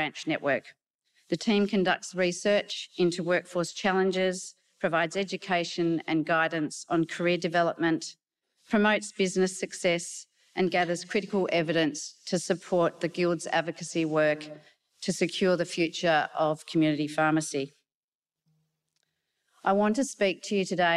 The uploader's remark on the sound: a session that was held at the Australian Pharmacy Professionals’ conference at the Gold Coast